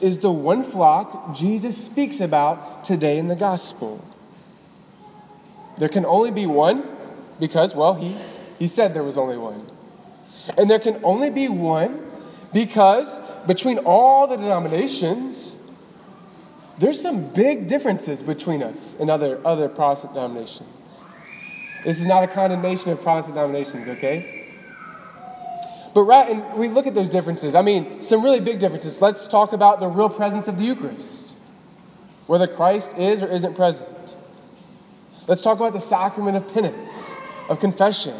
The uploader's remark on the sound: Delivered on April 22, 2018 at the Cathedral of the Nativity of the Blessed Virgin Mary in Biloxi, MS.